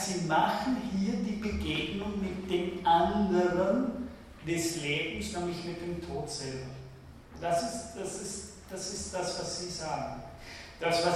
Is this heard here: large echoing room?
yes